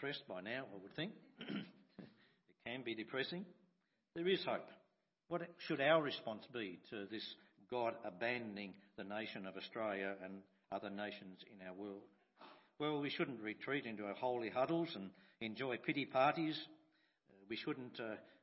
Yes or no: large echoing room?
yes